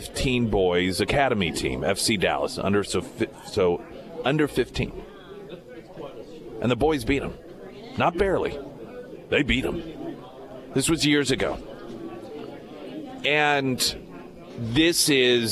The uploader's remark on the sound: live at Scramblers Diner